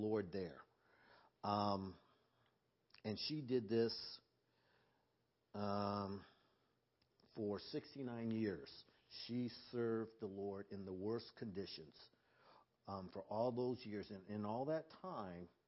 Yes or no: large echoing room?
yes